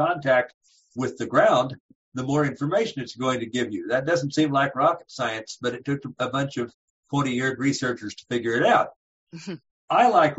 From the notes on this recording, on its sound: CCLVI ZOOM call with Certified orientation and mobility specialist. Recording includes a question and answer session.